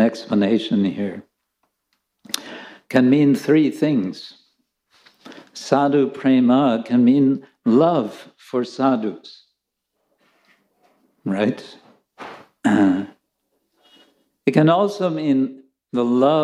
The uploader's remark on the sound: Lecture from ISKCON Chowpatty.